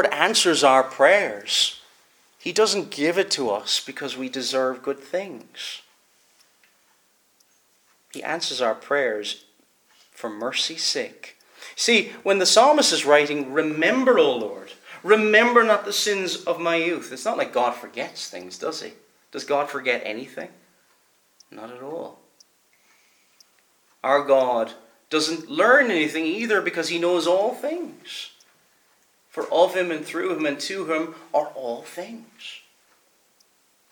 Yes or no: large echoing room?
yes